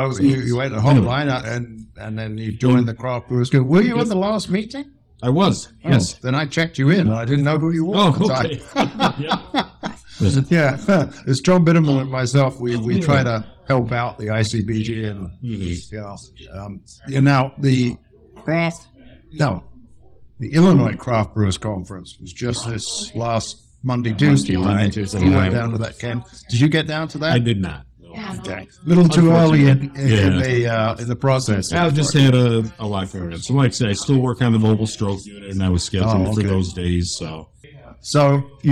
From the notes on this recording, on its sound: A converted Subway store is now home to a nano-brewery called 206 Brewing. The brewpub had just opened for the day when we showed up, so you may get a little background noise, but hey, it's all pub ambiance!